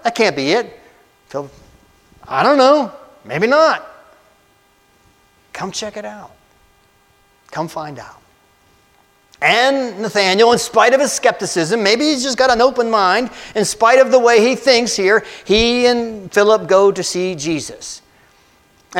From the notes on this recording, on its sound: a message I delivered on Jan 14, 2024 at Amity UCC in Meyersdale, PA